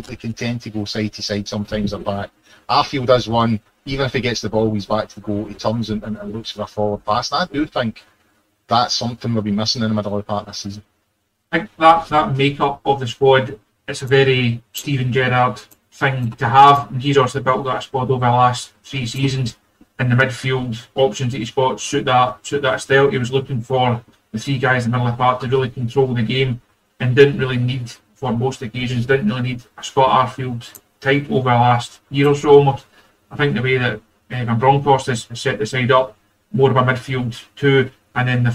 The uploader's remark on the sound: Apologies for the sound issues in tonight's pod.